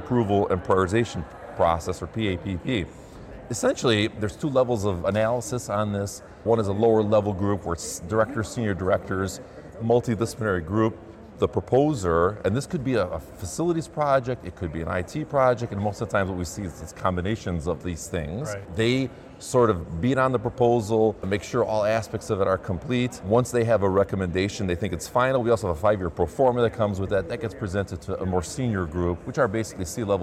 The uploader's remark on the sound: live from CHIME’s Fall Forum